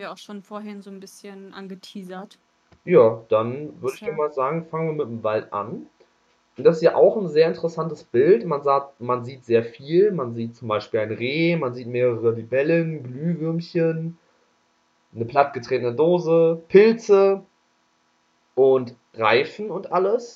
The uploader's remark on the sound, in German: Bitte entschuldigt den Ton während der Folge.